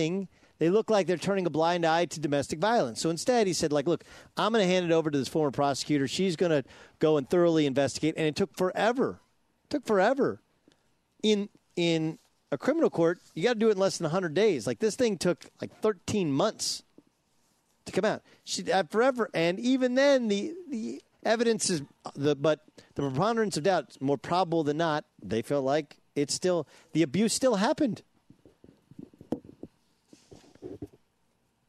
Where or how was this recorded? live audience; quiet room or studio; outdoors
outdoors